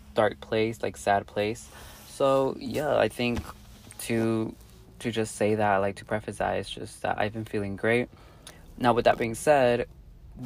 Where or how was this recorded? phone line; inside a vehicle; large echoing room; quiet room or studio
inside a vehicle